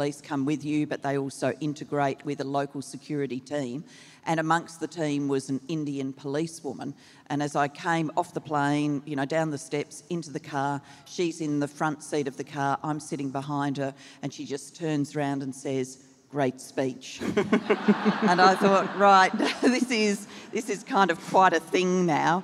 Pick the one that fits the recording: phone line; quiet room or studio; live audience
live audience